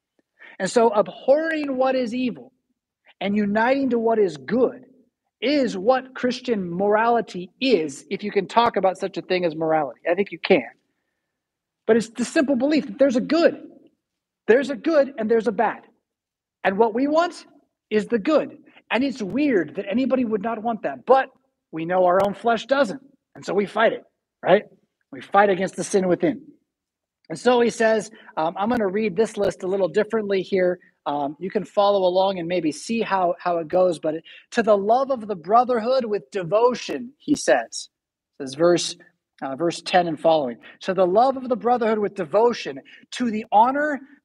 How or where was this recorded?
large echoing room